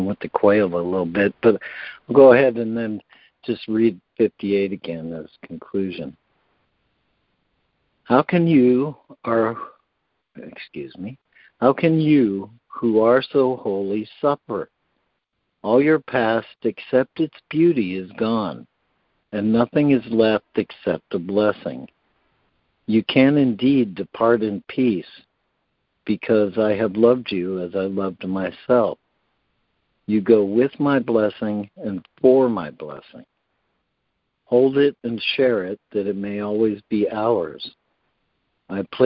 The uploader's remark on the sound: ACIM Daily Conference Call.